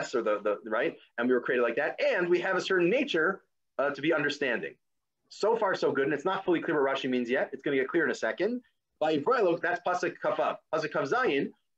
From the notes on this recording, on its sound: This audio was originally captured from Zoom